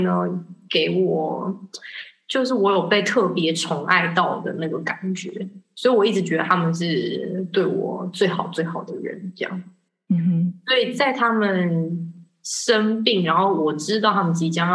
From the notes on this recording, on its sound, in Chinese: 這集因為遠端連線，錄音品質比較差一點。